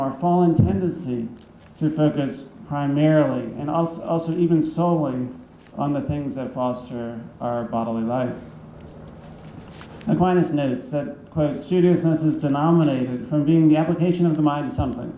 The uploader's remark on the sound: Thomas Aquinas Lecture at Christendom College.